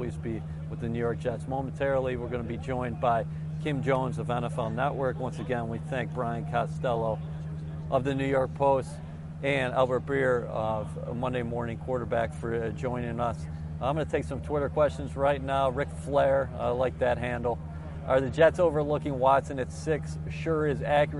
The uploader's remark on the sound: Live at the Combine. At the 2017 Combine in Indianapolis.